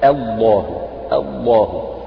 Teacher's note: همزة لفظ الجلالة بعدها حرف مفخم وهو لام لفظ الجلالة